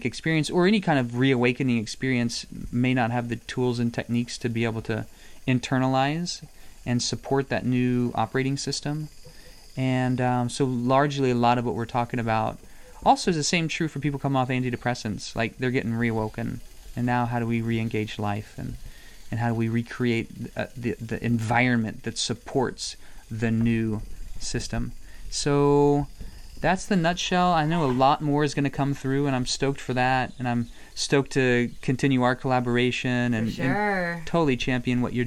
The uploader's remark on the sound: In this podcast recorded in the Amazon rainforest.